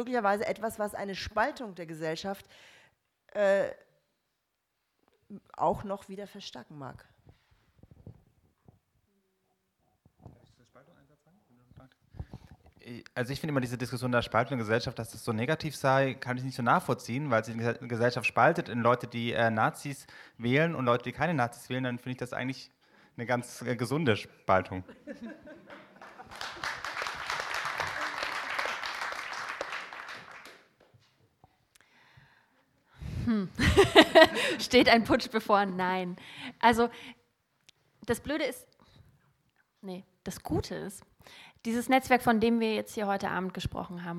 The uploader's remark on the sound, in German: Heute haben wir ein ganzes Theater voll. Den Livemitschnitt einer Podiumsdiskussion aus dem Orangerie Theater.